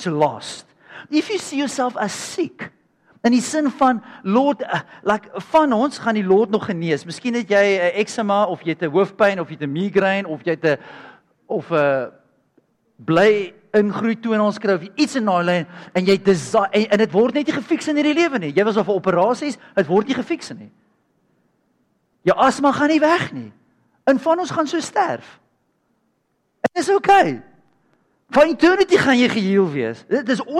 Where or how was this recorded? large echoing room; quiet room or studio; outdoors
large echoing room